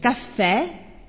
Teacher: E invece caffè è una E bella aperta e vuole un accento grave